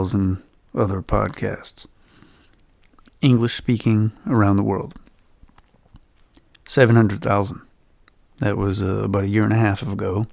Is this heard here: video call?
no